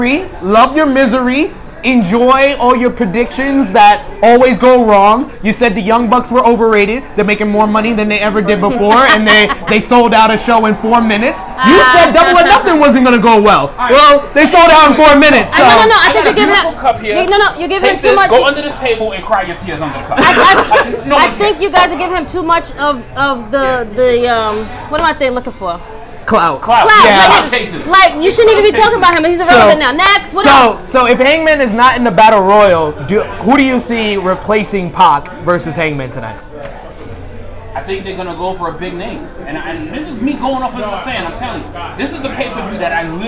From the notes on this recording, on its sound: live at Legends for the AEW Double or Nothing viewing party